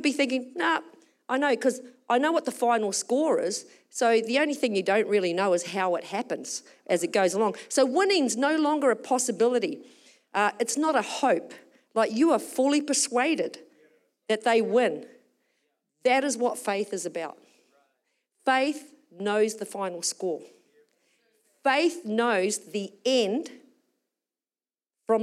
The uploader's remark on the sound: Recorded during our Melbourne East service on Sunday, the 18th of February 2024